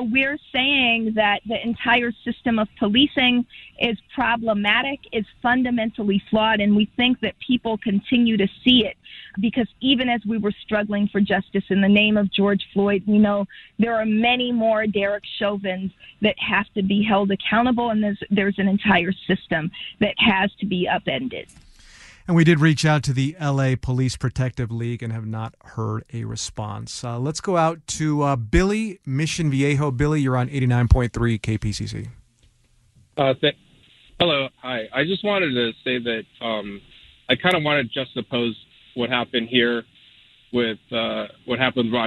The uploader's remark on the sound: Angelenos called in to share their reactions